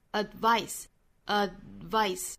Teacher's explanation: 我们单独发的发音的时候呢舌尖去抵上齿龈的。但是这个里面我们是抵住了但是不把它弹下来了